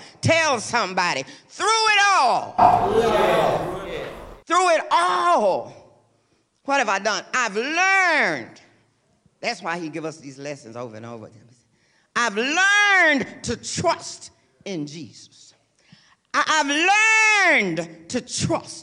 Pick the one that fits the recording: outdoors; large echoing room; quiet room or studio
large echoing room